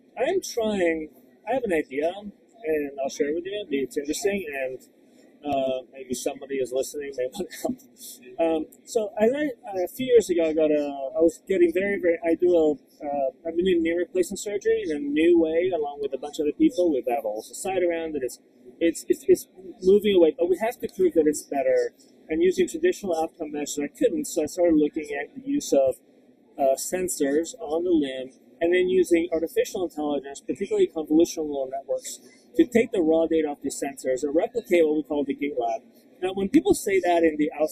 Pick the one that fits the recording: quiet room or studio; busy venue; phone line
busy venue